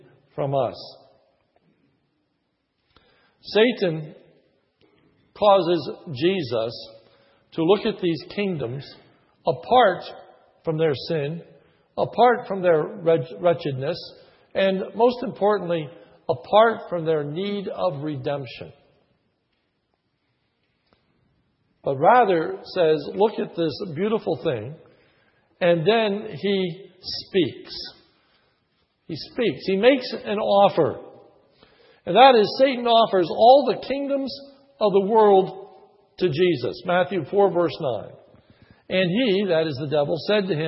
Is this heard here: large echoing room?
yes